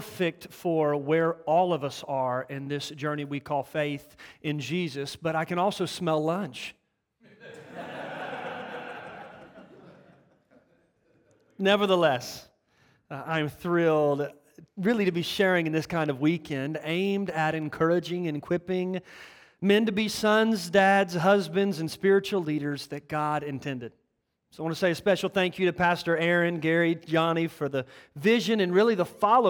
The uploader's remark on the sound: the 2nd message from our Awakening Men's Conference